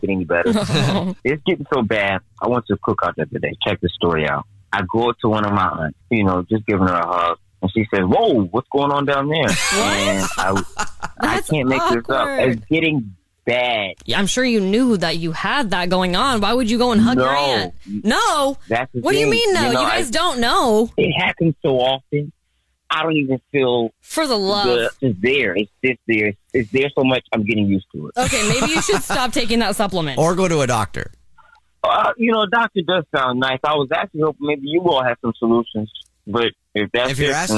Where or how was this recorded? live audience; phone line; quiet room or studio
phone line